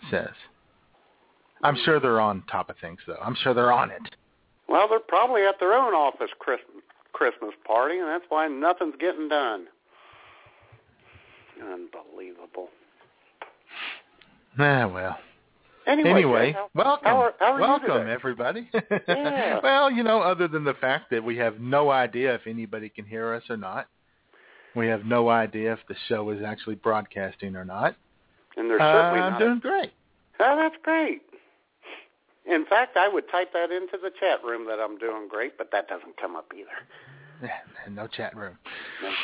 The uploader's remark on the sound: We will be broadcasting LIVE from our offices in Redneckville AR., Bagwine, OH, and our provencial office in Ontario, CANADA!! All of that plus your phone calls.